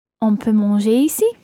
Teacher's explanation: Raising your voice at the end.